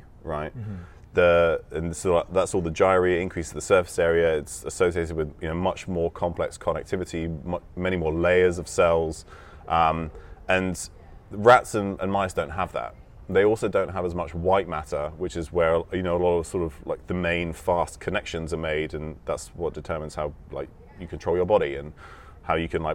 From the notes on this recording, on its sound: Interview I did at the Ancestral Health Symposium, a health summit where dozens of industry leading doctors, trainers, and specialists give presentations on optimizing your health.